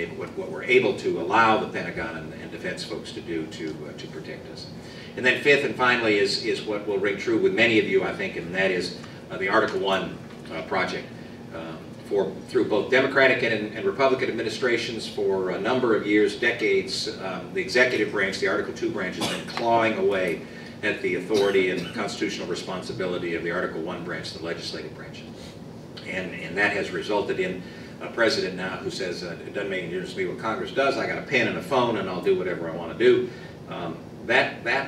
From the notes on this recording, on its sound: WASHINGTON, DC. Remarks to a breakfast meeting of The Ripon Society.